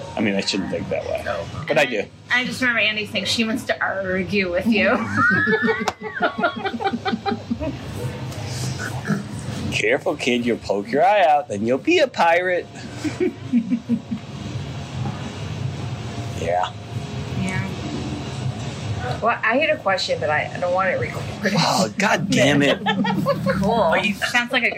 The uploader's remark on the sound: Takes his Iphone on the road and gets real with people on the street.